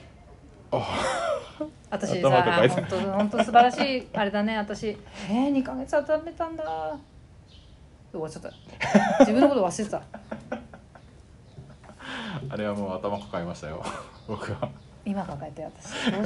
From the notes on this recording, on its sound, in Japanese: 畑の夜市。外で収録した関係上、最初の声が小さくてBGMに負けていたので、最初のBGMはカットしてあります。